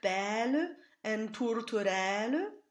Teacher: be sure to linger on the open E vowel and not the double L that follows.